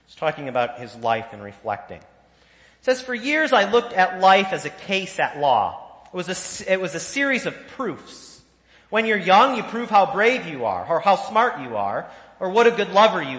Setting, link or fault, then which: setting, large echoing room